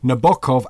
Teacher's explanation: Englishmen say Nabokov, accent on the first. And Italians say Nabokov, accent in the middle, as Russians also do